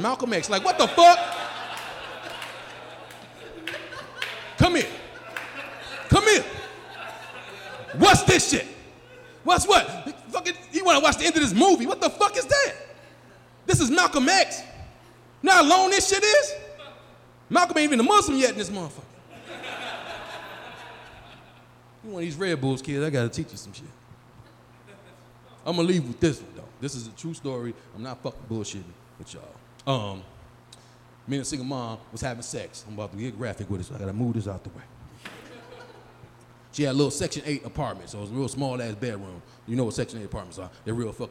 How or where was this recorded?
busy venue